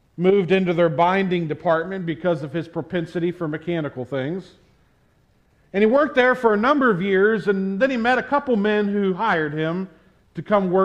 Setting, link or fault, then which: setting, large echoing room